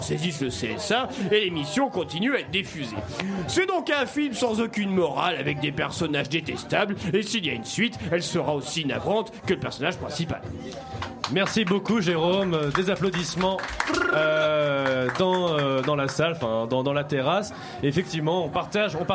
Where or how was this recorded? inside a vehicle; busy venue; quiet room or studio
busy venue